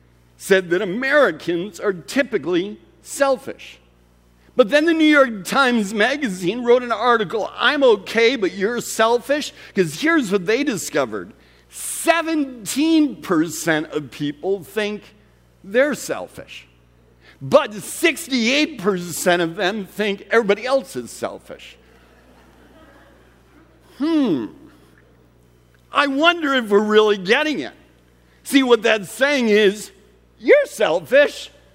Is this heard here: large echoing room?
yes